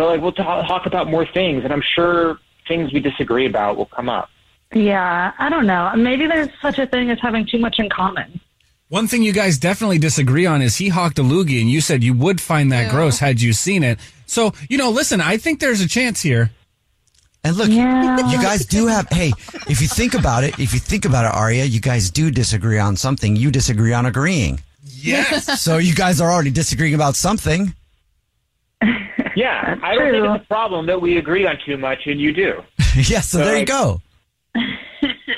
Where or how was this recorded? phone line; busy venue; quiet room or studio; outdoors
phone line